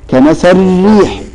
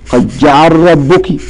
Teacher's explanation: ثم قال وفي اللام راء، أي اللام تدغم فيها الراء، وهي في الراء، واللام تدغم في الراء